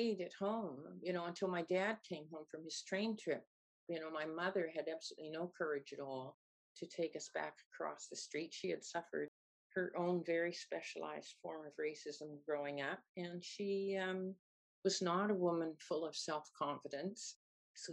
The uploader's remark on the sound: I interviewed. Over Zoom while travelling west last summer.